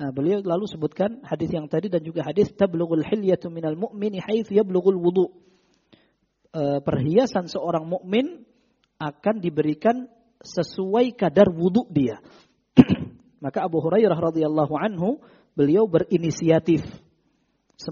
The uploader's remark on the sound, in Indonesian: Rekaman Audio Kajian Tematik. Kajian di masjid Mu'adz bin Jabal.